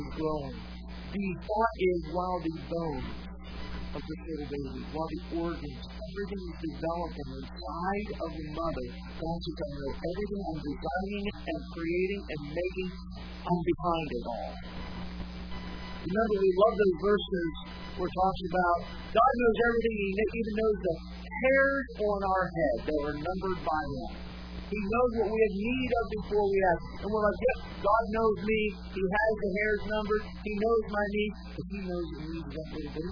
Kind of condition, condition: setting, large echoing room